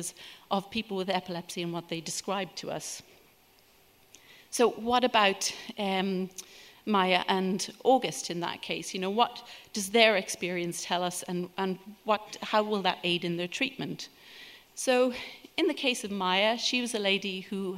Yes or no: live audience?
yes